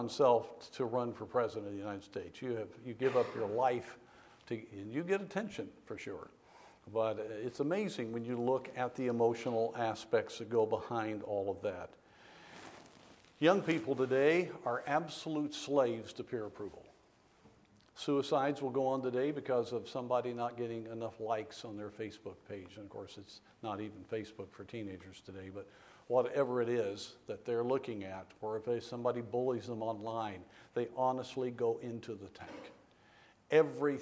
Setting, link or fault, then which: setting, large echoing room